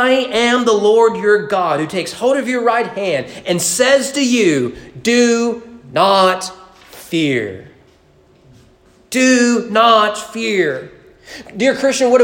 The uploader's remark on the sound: Sermon preached at East Frankfort Baptist Church on May 16, 2021 during morning worship.